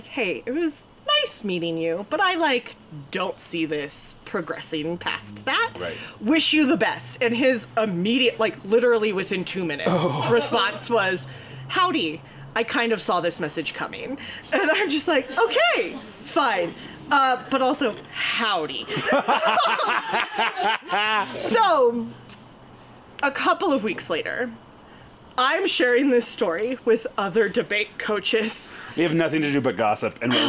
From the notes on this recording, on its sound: The Live Show. LIVE from Denver!! Filmed and recorded in our friend's backyard.